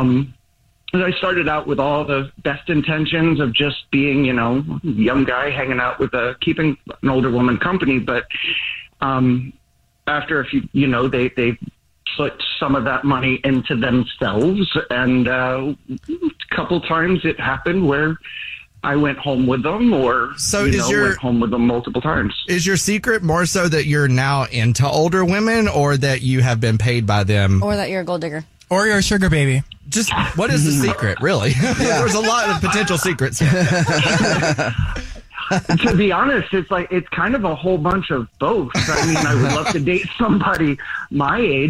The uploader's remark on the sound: We have a listener on the phone